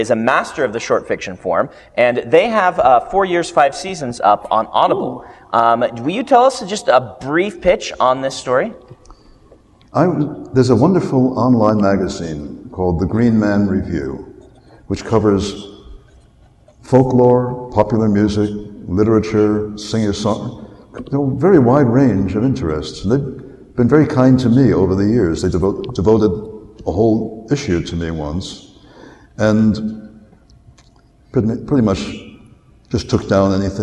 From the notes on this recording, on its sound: recorded live at Westercon 67